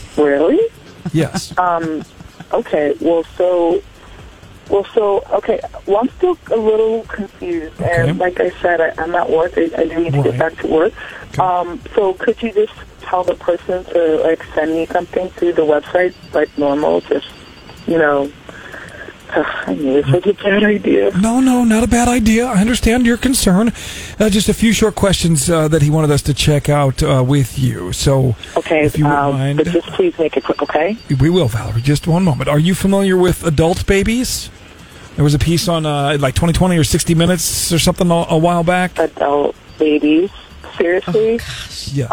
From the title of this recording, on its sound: PRANK CALL